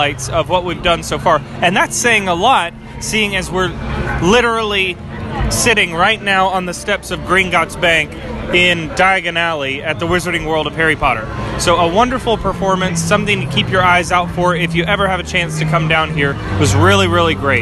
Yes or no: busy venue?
yes